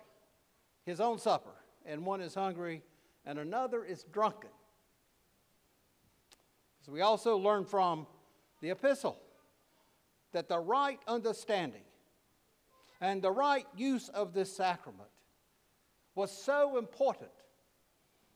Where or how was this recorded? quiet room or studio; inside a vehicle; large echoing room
large echoing room